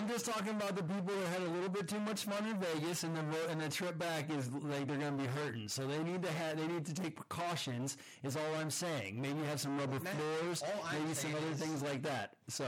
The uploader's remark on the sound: This week we had some technical difficulties which made the recording a bit distorted. We tried our best to clean up the audio in post-production, but issues still exist.